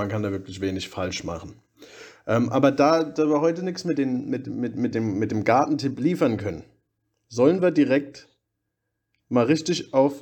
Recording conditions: poor sound quality